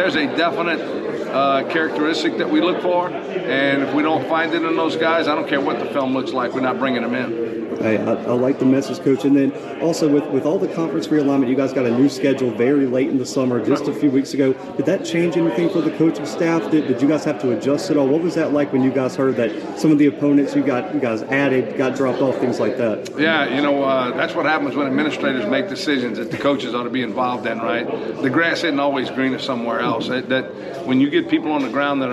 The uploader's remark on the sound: The Bluebloods are live from Southland Media Day in Lake Charles, LA.